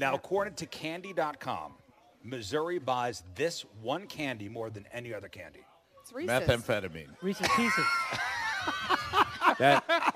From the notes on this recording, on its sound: live at Scott Airforce Base